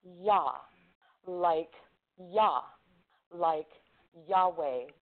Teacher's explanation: the letter A, but short and frail, an open back vowel. Your lips do not curve round